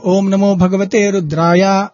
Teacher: ఓము నమో నమో కింద ఓం నమో భగవతే తే పైకి స్వరిత వస్తుంది